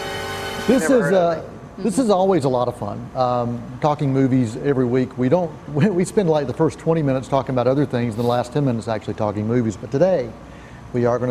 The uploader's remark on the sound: we’re on location at the AMC Classic 10 Cinemas in Shelby, NC